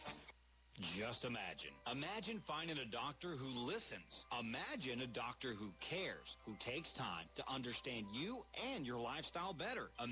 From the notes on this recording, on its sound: calls in and is taken away by the police while on the phone with us